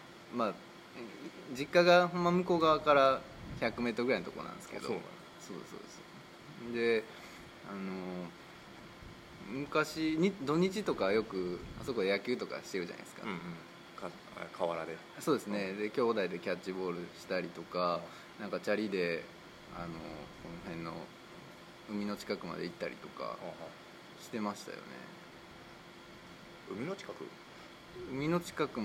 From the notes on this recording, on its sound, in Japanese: 第3回は尼崎の南端、隠れた？名所である魚つり公園にて収録しました。短パンでサンダルの釣り人、夕陽に映える赤い突堤、左を向けば工場地帯。そして蚊に負けた男たちの無念。